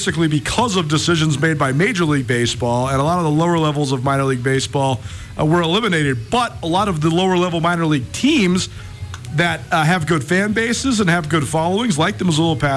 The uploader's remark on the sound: Live from Dehler Park in Billings